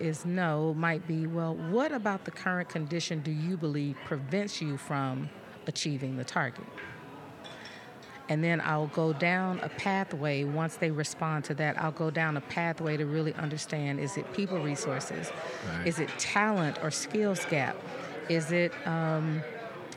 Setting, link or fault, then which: setting, busy venue